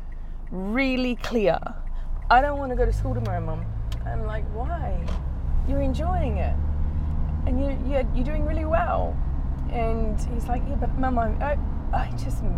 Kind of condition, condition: setting, inside a vehicle